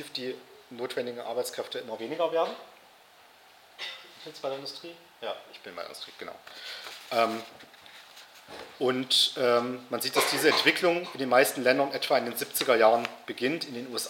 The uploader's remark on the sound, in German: Veranstaltet vom Alternativen Vorlesungsverzeichnis der Uni Halle Melanchthonianum Universität Halle, Hörsaal XXVIII.